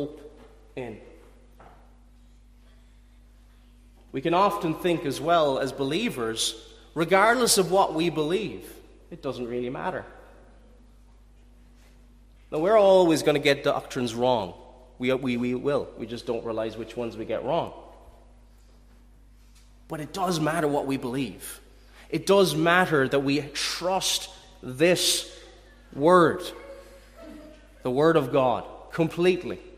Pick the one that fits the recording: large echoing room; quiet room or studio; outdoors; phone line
large echoing room